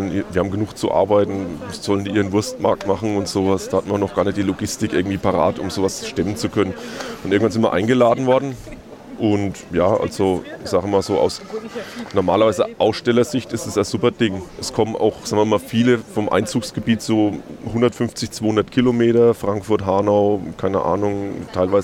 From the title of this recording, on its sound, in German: Live vom Rhöner Wurstmarkt